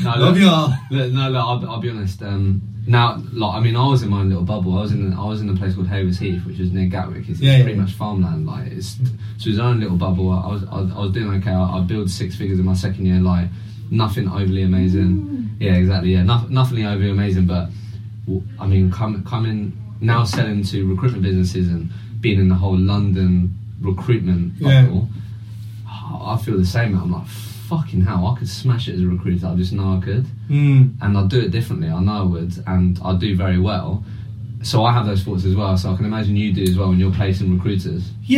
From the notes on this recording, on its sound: I experienced the dreadful moment of having a 50 minute chat and realising I didn’t press the record button. The sound quality on this one is not amazing so I apologies in advance!